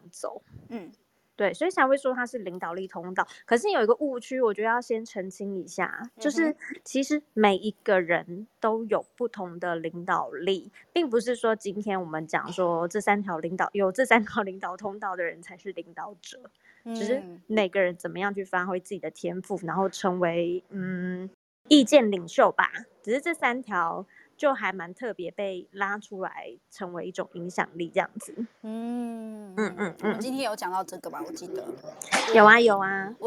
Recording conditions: poor microphone